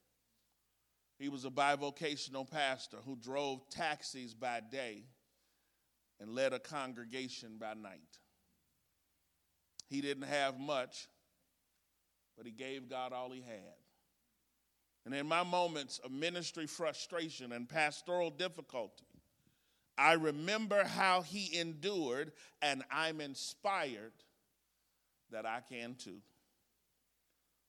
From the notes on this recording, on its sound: This exposition was recorded at the Woodbridge, VA 2023 Workshop